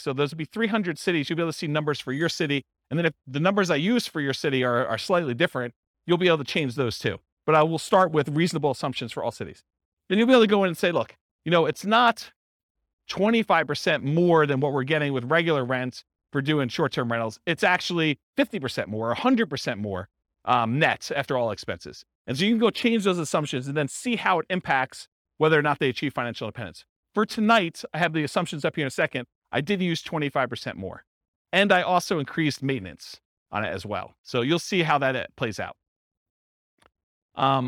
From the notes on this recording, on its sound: This was a live class recorded